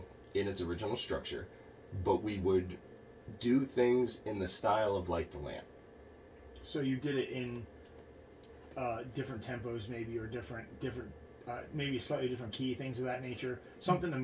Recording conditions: poor sound quality